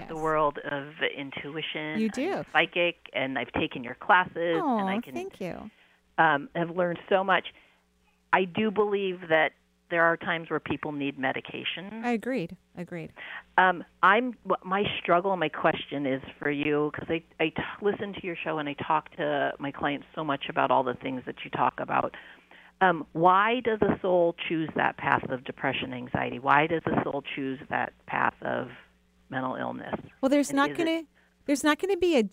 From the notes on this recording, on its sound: Enjoy this call-in show